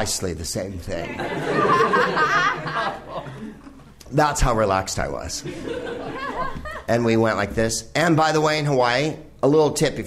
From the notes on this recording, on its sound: Live from the NerdMelt Showroom in Hollywood